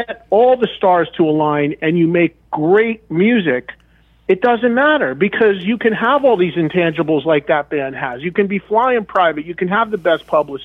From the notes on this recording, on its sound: When two radio legends call.